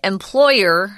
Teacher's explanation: An employer, the emphasis is on the second syllable.